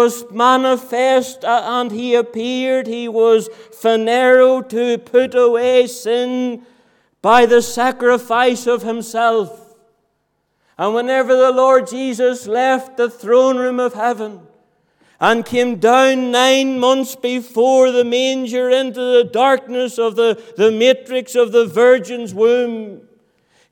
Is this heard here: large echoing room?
yes